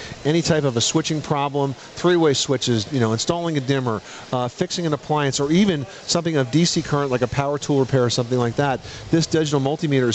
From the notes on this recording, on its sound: Live Broadcast from The National Hardware Show, Las Vegas, Nevada.